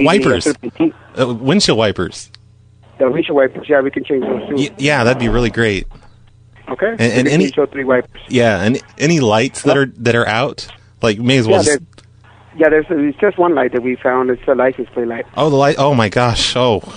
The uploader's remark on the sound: Prank Phone Calls Collection